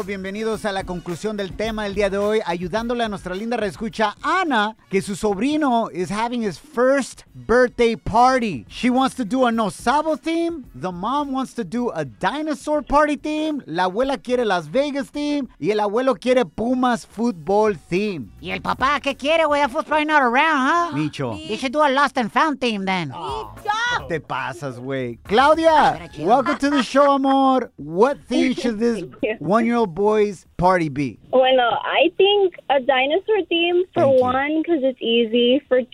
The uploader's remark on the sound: we opened up the phone lines to help our listener